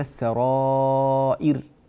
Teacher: فهنا هذه الراء مرققة في حالة الوقف، وهذا أمر طبيعي، وننبه أيضا إلى أنها مرققة في حالة الوصل كذلك، لأنها مضمومة وقبلها مكسور.